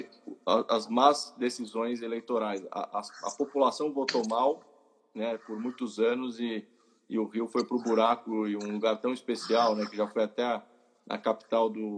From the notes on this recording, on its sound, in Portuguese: Live no Instagram